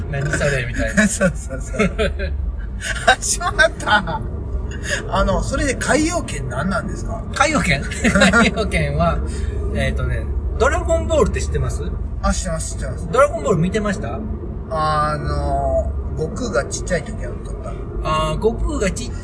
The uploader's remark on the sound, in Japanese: 番外編２ 車中にて。ここからは長野県から三重県松阪市までの5時間のドライブ中の車中の会話収録です。